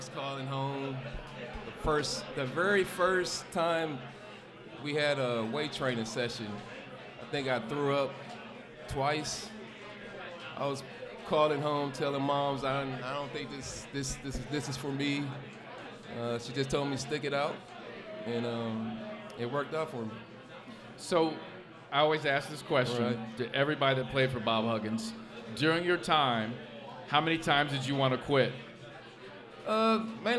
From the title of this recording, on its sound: LIVE at Mio’s